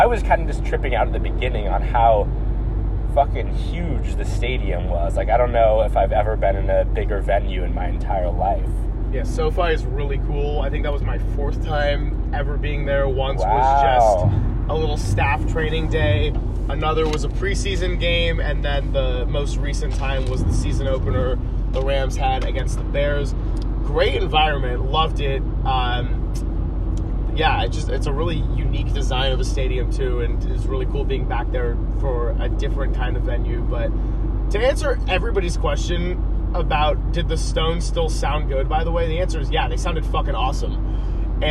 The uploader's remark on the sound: Decided to record an unscripted podcast on their way back from Los Angeles, CA. The brother's have a lot to talk about in the car.